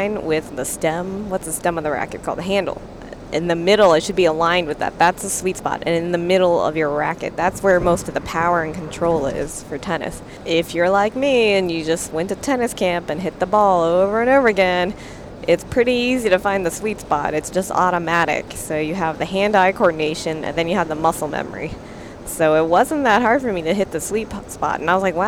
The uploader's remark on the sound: On a long car ride